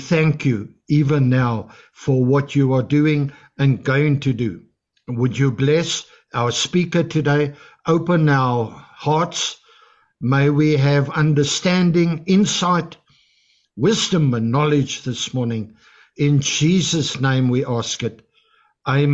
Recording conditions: video call